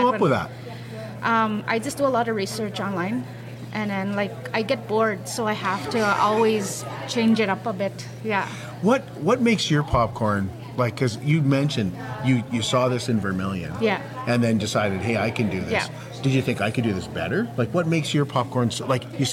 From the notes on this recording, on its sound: Join us as we go live at the Indigenous Makers Market.